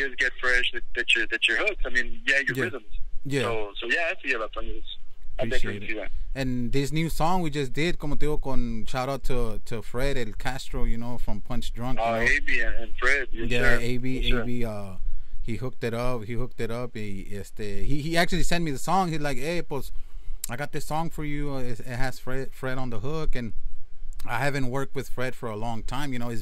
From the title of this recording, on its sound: phone interview